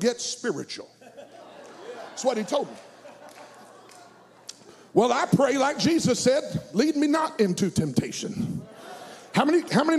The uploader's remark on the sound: at Impact Youth Conference 2022